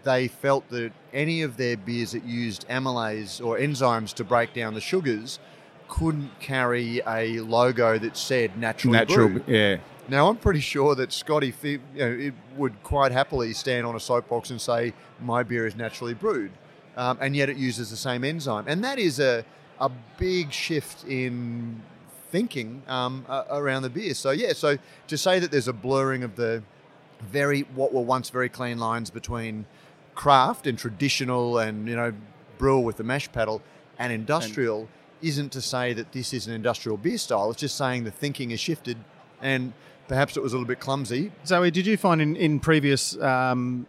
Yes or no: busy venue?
yes